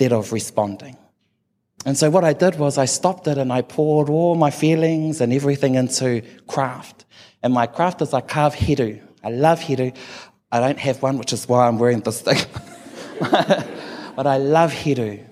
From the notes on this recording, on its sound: took the stage at our Real Talk Mō Ngā Rangatahi event in Rotorua